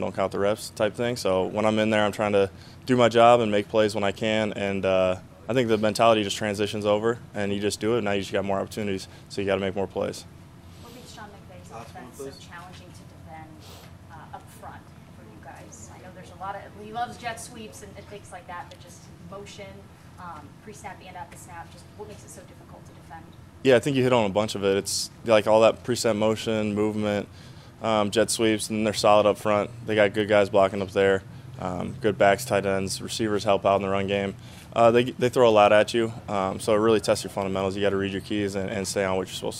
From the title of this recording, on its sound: Press Conference